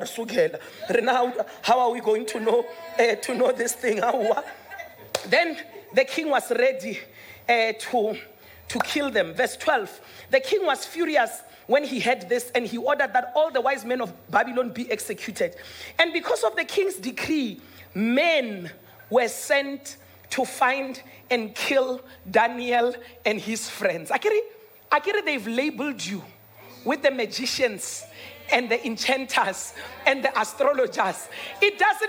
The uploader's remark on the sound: Dream Conference 2023 (Day 3)